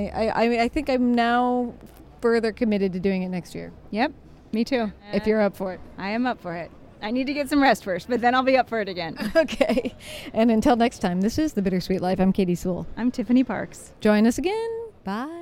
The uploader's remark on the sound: We bring you along with us on the final tour of our amazing Rome Adventure last month! During breaks between the sites of this super-secret Rome walk. Pulls out her microphone and interviews a few of our guests.